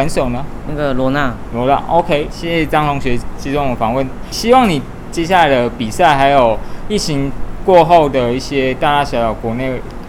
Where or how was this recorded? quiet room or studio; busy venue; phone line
busy venue